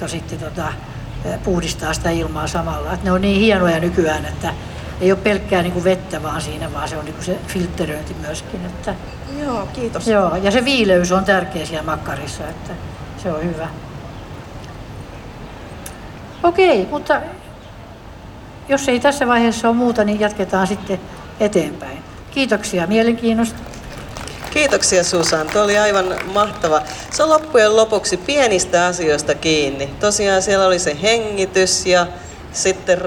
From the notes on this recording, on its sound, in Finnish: … Espan lavalla 27.7.2019. Helsingin Lähiradio 100,3MHz.